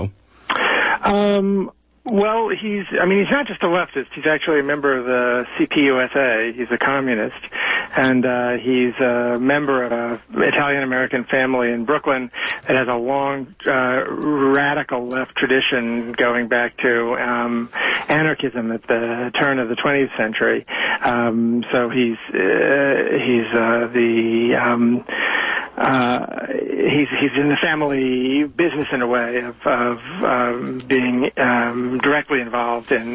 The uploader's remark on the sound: is interviewed live by phone